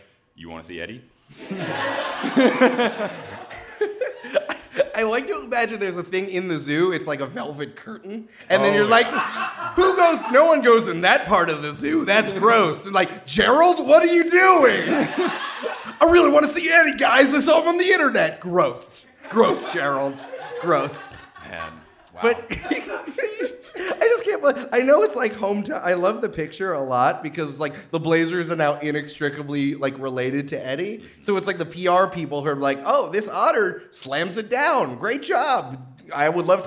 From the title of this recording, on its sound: Live From Listen Up Portland